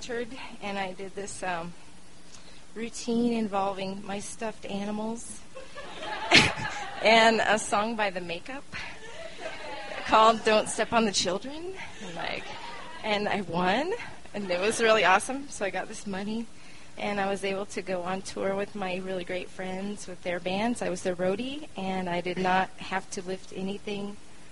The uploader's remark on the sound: The show was recorded on December 20, 2012 at the beautiful Deer Pile in Denver, Colorado in the U S of A.